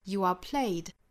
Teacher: 还需要注意这个 are 是要做弱读的